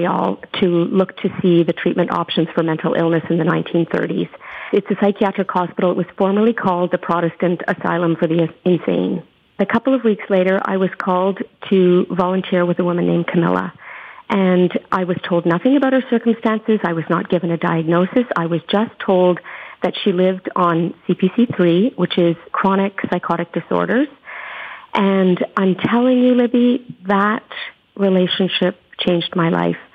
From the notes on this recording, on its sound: reached her by phone